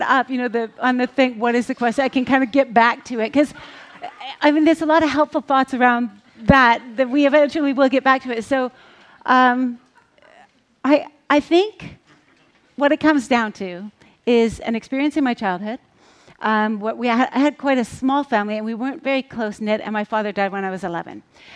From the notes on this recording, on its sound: on stage at #BoFVOICES 2017